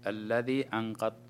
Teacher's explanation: نون ساكنة أتى بعدها حرف القاف، فالحكم إخفاء حقيقي